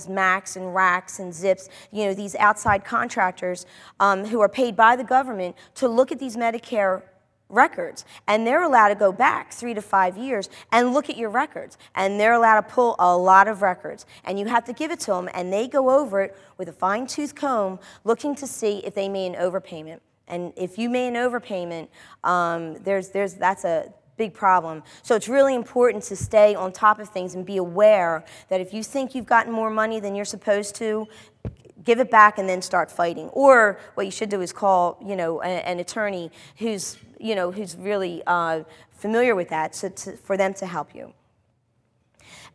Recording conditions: live audience